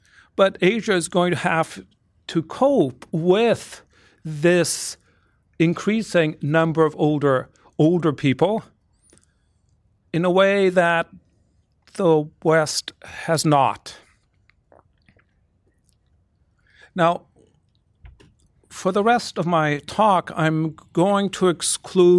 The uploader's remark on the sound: Recorded at La Trobe University (City Campus) on 21st March 2018, in an event co-hosted by the John Richards Centre for Rural Ageing Research.